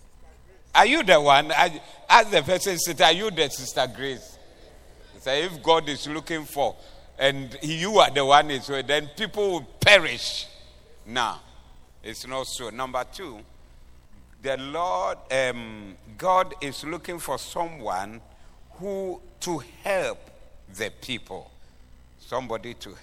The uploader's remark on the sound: Preached at the Doxa Service 10092023